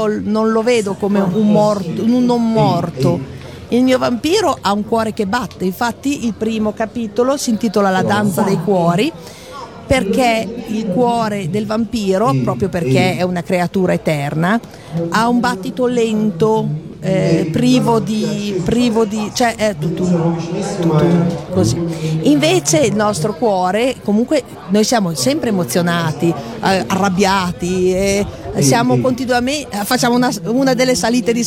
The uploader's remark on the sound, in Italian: Da San Marino Comics 2020 la nostra intervista